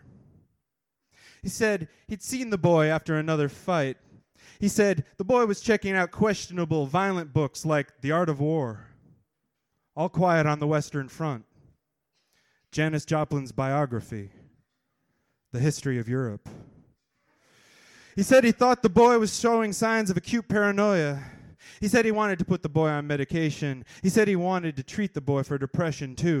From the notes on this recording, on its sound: The Kzoo Slam held its tournament to determine which four poets would represent Kalamazoo at the National Poetry Slam. This is the open-mic portion of the first round of semi-finals.